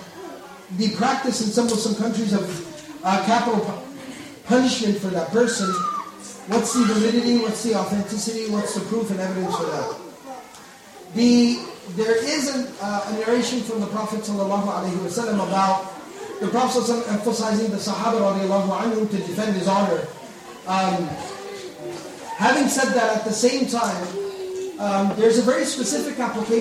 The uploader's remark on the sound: Lecture Night Q And A Session